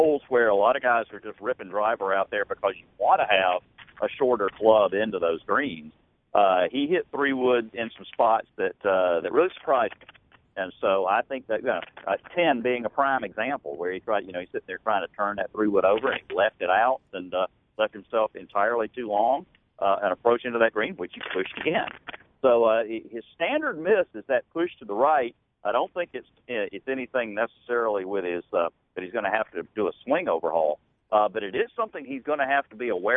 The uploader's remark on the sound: on the phone for the second segment of the show